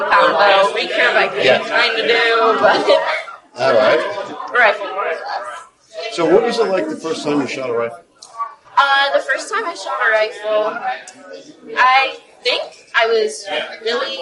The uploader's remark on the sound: Sorry about the audio